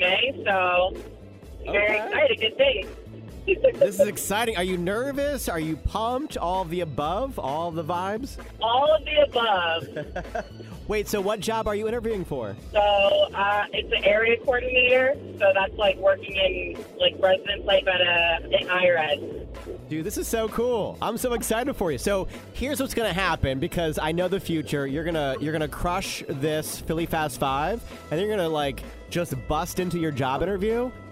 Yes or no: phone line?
yes